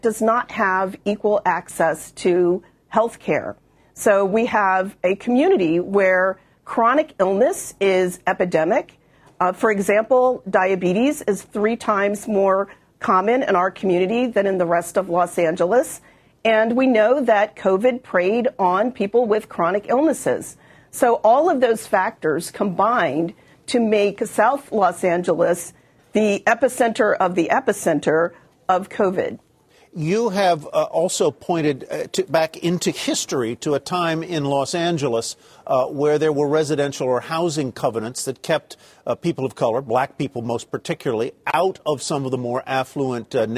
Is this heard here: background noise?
no